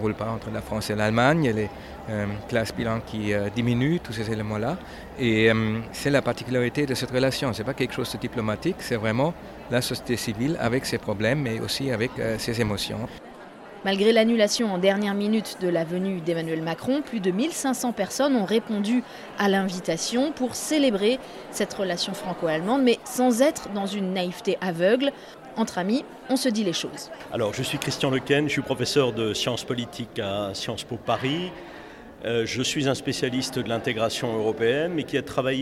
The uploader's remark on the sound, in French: De 1500 personnes ont répondu à l'invitation de cette institution franco-allemande. Un épisode tout en sons, enregistré à Ludwigsbourg, lors de cette grande fête de la société civile.